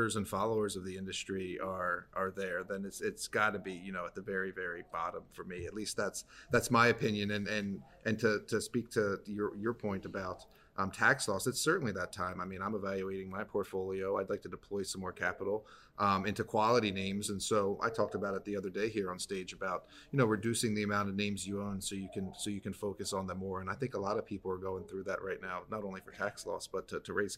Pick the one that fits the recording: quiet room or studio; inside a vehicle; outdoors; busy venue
busy venue